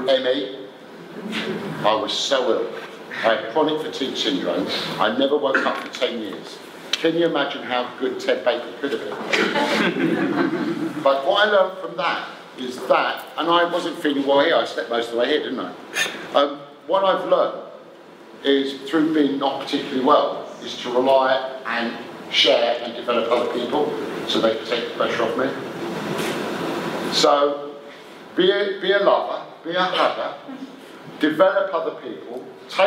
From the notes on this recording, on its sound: a 'live' Q &